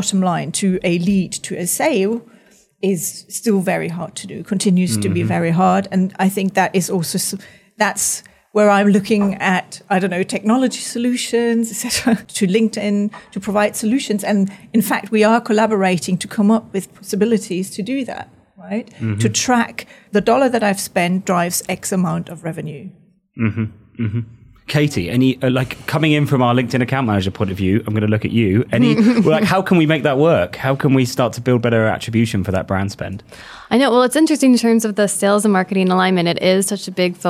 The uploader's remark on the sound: recorded live after our recent event with the LinkedIn B2B Institute